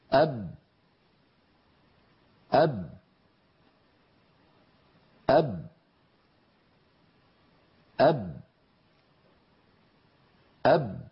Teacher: يعني مدغمة، مدغمة في باء بعدها، تخرج بتصادم الشفتين · Term: باء مدغمة